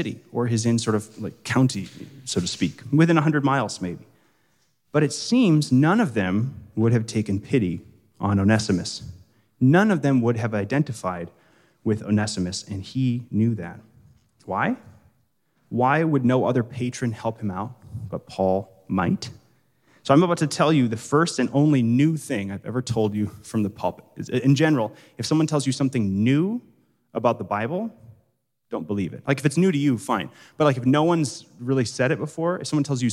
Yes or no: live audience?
yes